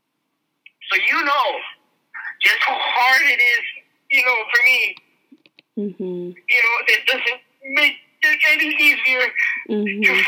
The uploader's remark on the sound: our raw phone conversation after he came out of the courtroom